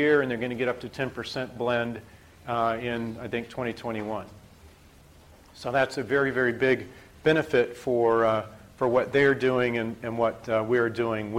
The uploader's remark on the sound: IFE Distinguished Visitor Lecture, recorded 9 October 2017 at QUT.